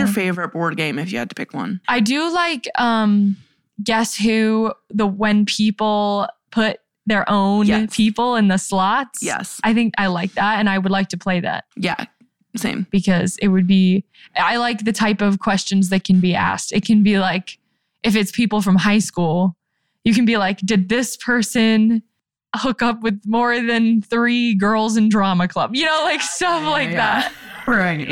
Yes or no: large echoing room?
no